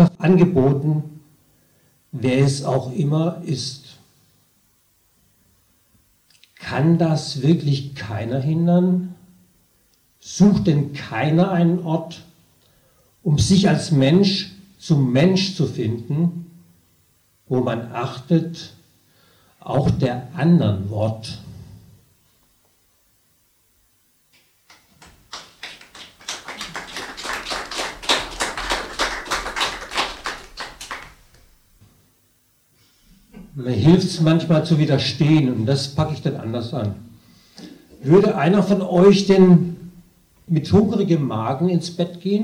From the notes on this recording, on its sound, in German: Mitschnitt aus dem Abend im KDW Neumünster.